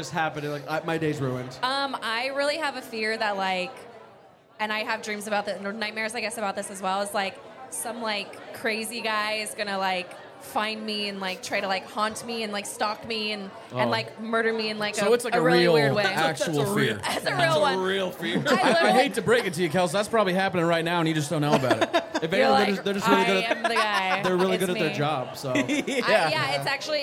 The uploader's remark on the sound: LIVE FROM SCARDEYCON!